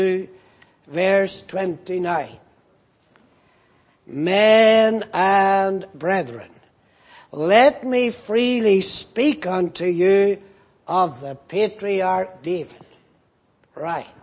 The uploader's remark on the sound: Preached in Grafton. At the Lord's Day Morning service on 24th June, 2018.